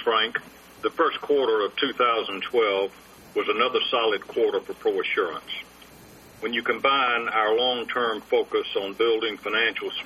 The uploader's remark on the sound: ProAssurance Earnings Conference Call, First Quarter 2012